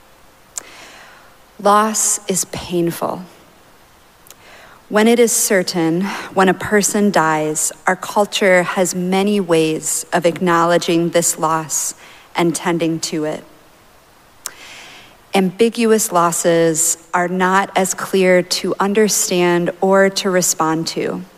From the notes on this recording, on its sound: Recorded live at Arlington Street Church, Sunday, September 17, 2023.